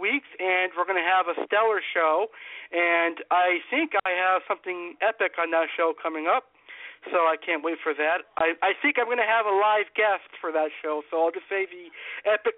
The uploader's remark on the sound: LIVE PRANK CALLS.